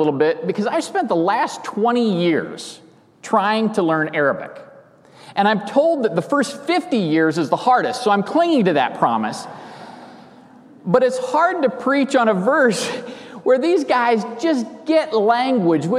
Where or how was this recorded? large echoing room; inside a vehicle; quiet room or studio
large echoing room